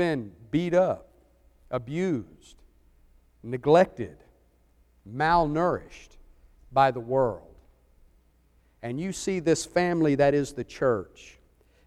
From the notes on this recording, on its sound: Preached for the church of Christ at Cusseta Road in Columbus, GA